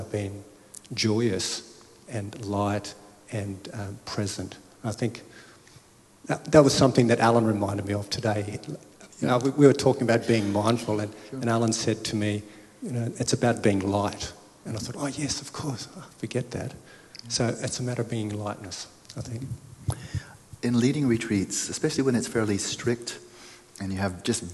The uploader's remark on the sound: After the practice we had some great, fluid assorted Q&amp;A with answers from the crowd. After the practice we had some great, fluid assorted Q&A with answers from the crowd.